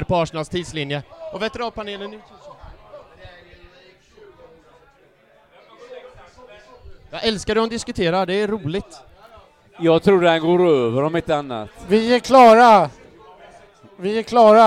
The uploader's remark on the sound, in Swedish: Live-podd från Cheers Pub. Detta är inspelningen från Arsenal Göteborgs andra förfest kopplat till 10-årsjubeliumet, Live-podden!